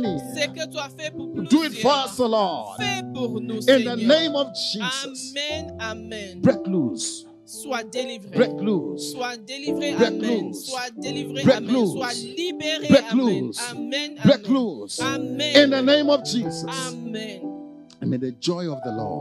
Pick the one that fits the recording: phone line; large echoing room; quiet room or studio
large echoing room